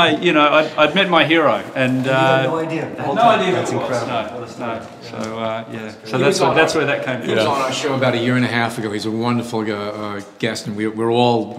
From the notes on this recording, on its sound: We took our mics to the Robert Mann Gallery , in New York. We took our mics to the Robert Mann Gallery , in New York.